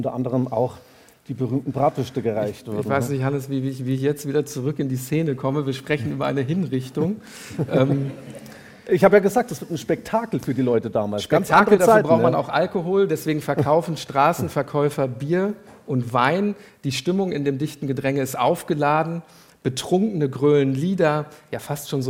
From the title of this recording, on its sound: LIVE